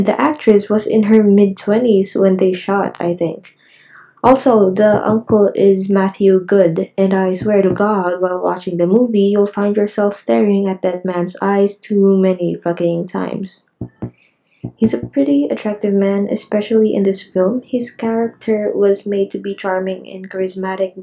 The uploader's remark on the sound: I AM SO SORRY FOR BUZZING IN THE BACKGROUND. IT GOES IN AND OUT.